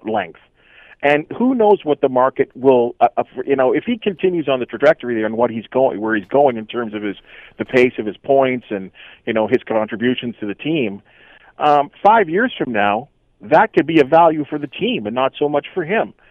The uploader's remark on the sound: opens the phones